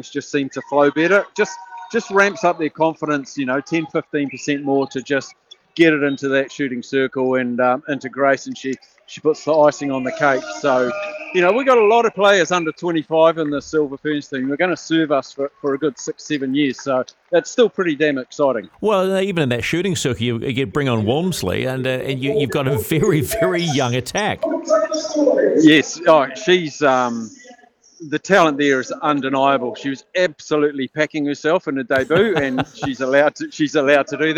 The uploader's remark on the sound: LIVE from Spark arena